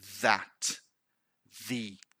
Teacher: The difference between them is that the first one, the voiced TH, we can feel and we produce vibration